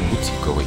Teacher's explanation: И в прилагательном, образованном от этого слова, ударение на «и» сохраняется.